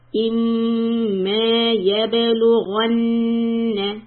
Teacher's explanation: Stretch the alif, and on the meem shadda we also stop for 2 counts.